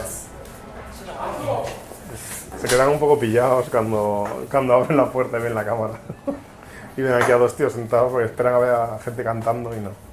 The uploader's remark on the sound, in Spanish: Desde el karaoke